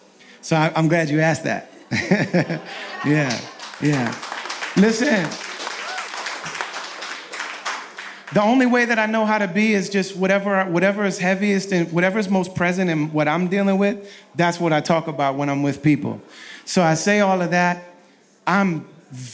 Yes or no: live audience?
yes